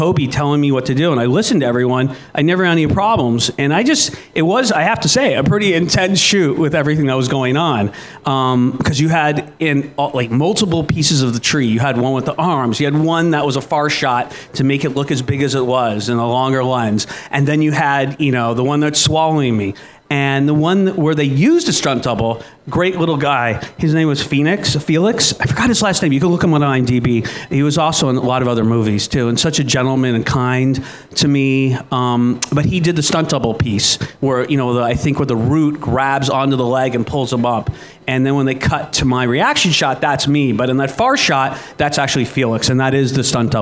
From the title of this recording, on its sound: Live at Propstore